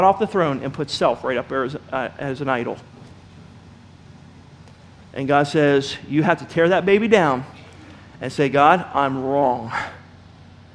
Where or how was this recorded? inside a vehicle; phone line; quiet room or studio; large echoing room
large echoing room